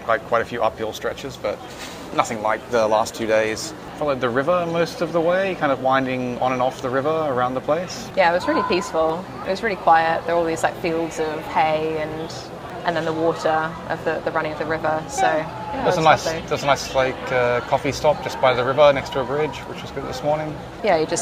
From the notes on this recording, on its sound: In this episode we find the only quiet(ish) place in Pamplona to record a podcast outside during the San Fermin festival.